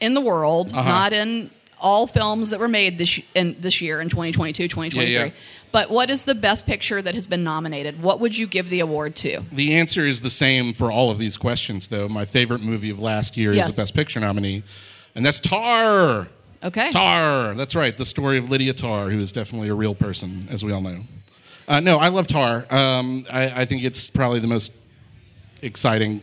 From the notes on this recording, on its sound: Live recording from the red/champagne carpet. Of the 2023 Academy Awards. Recorded & Edited by Boutwell Studios.